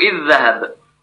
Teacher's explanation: اتفق القراء ومنهم ورش على إدغام ذال إذ في مثلها، نحو إذ ذهب، إذ ذهب ذال وذال، وهذا إدغام متماثل اتفق به ورش وغيره.